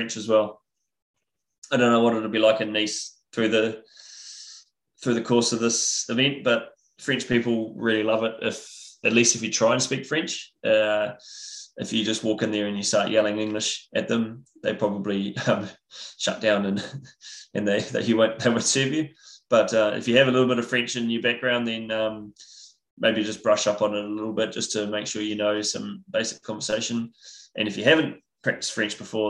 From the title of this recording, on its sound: IRONMAN World Championships Nice webinar audio